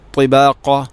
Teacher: ത്വിബാഖ ത്വാഇൻ്റെ ഉച്ചാരണം, തൊണ്ടയുടെ ത്വാ ഉച്ചരിക്കുമ്പോൾ നാവിൻ്റെ മധ്യഭാഗം അണ്ണാക്കിലോട്ട് വരണം. അതോടൊപ്പം നാവിൻ്റെ അറ്റം മേലെ മുൻപല്ലുകളുടെ മുരട് അഥവാ പല്ല് ഇങ്ങനെ കുത്തി നിൽക്കുന്ന തൊട്ട് ബാക്കിൽ ആണ് അതിൻ്റെ മഹ്റജ്.